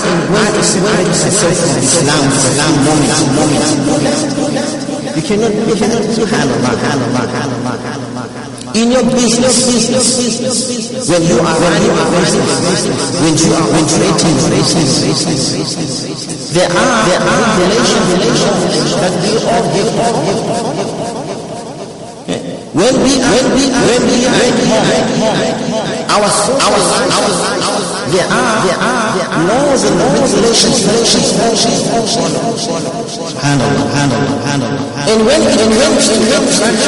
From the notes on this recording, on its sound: Jumuah lecture at Masjidun Nasr